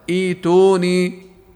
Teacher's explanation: فتلفظ الهمزة الأولى وتبدل الثانية بحرف مد مناسب لحركة الهمزة قبلها، ويكون لفظها هكذا: ائتوني. · Term: مد بدل